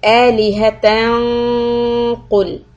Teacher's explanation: So here we also have ikhfa, but we need to raise the back part of our tongue to prepare it for letter qaf, and we should get a heavy quality of the ikhfa